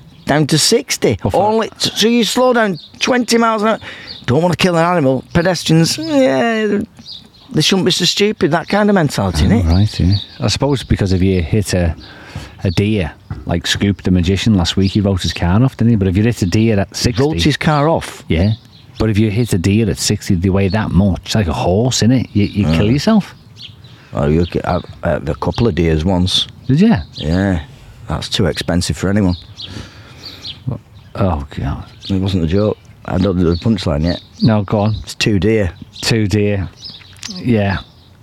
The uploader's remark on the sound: recorded outside in the scorching heat.